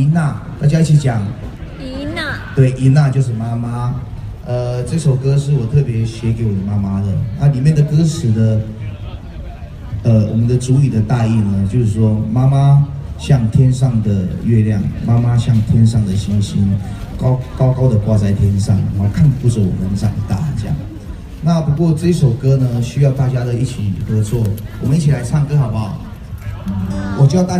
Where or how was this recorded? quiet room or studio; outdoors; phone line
outdoors